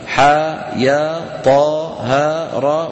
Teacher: ينطق كل منها على حرفين ثانيهما حرف مد ويمد بمقدار حركتين مدا طبيعيا هكذا، ح ي ط ه ر.